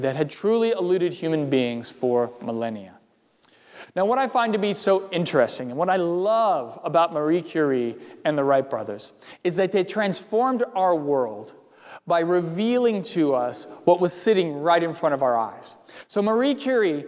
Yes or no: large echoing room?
yes